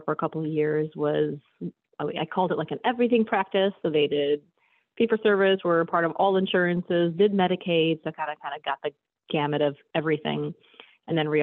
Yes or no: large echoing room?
no